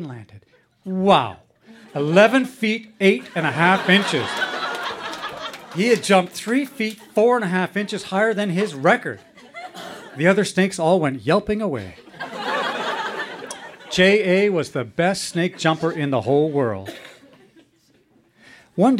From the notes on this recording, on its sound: Recorded live at Yuk Yuk's in Ottawa, ON.